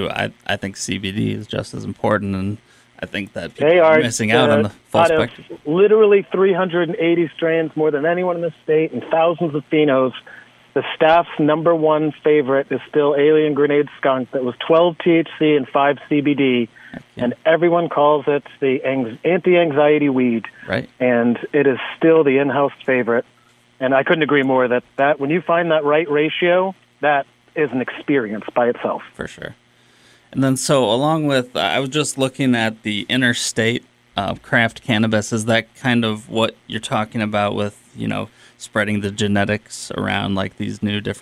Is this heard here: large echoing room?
no